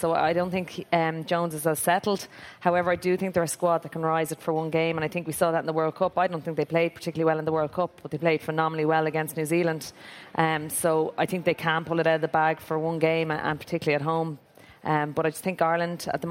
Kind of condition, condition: setting, live audience